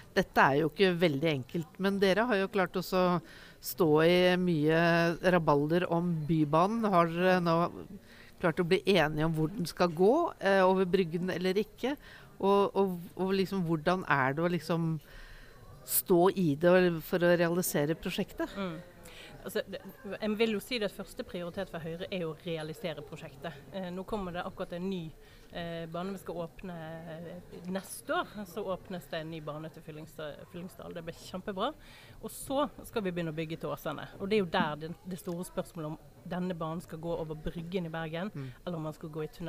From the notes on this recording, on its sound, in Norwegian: Live fra Høyres Landsmøte 2022.